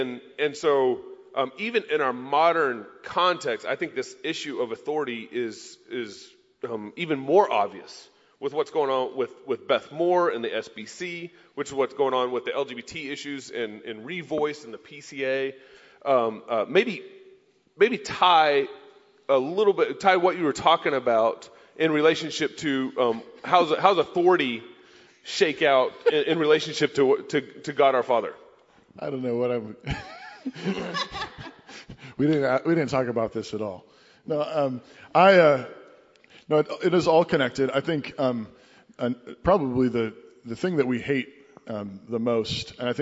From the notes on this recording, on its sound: CrossPolitic and Sheologians Live at ReformCon.